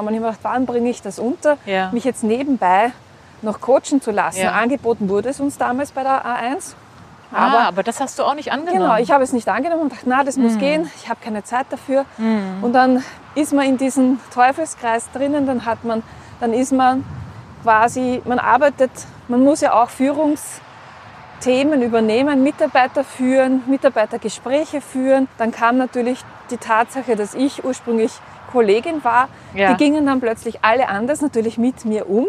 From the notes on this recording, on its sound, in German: Sie besuchte mich Anfang Mai hier an der Ostsee. Unser GEHspräch wird begleitet von so einigen Nebengeräuschen (für einen Sonntagnachmittag auf dem Dorf ganz schön viele).